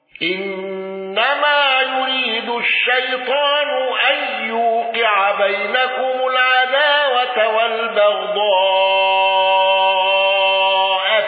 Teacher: خلاد بالسكت على المد المتصل والمفصول